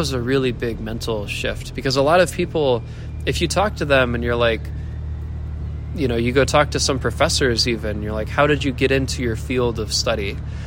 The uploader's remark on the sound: Street noise since we were standing in the corner of a park.